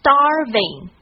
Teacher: 还有就是在最后一个音节是没有卷舌音的